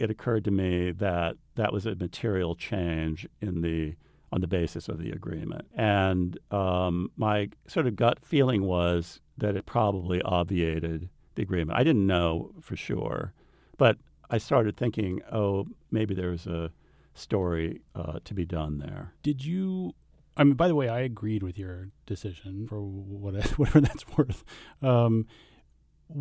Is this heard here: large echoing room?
no